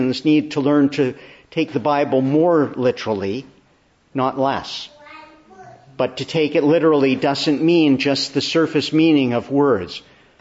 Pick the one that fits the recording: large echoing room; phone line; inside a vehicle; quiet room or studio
large echoing room